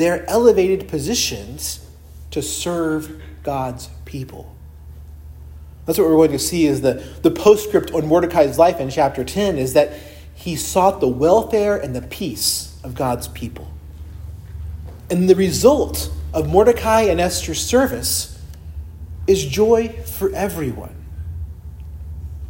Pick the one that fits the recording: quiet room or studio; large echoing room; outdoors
large echoing room